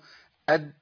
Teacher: دال فيها انقطاع صوت وفيها انقطاع نفس، وهي مش من الحروف المهموسة فبيمشيش فيها النفس